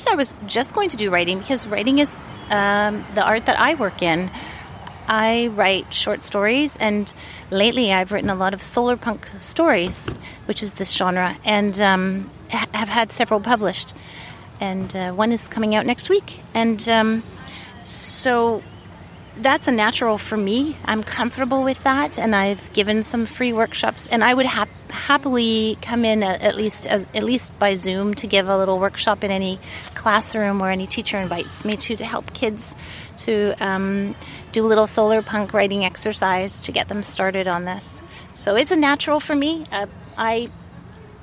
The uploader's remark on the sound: Interviews from the sacred fire at City Park. Coverage of the Youth Imagine The Future Festival.